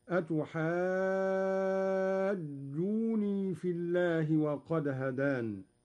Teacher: قرأ قالون بتخفيف النون، ويصير مد الجيم مدا طبيعيا لا لازما هكذا: أتحاجوني في الله وقد هدان، بحذف نون الوقاية إحدى اللغات، والحذف لم يك أولا هكذا قال الشاطبي.